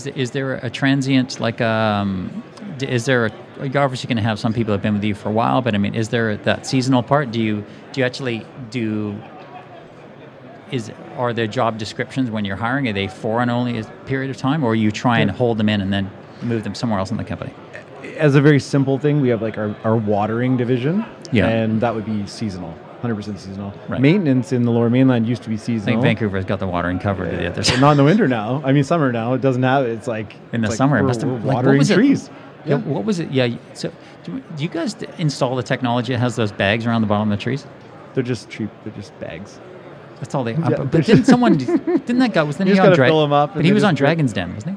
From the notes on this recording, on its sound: Recorded amidst the buzz of BuildEx Vancouver 2024